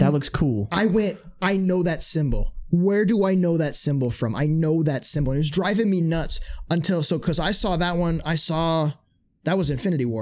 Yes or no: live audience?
no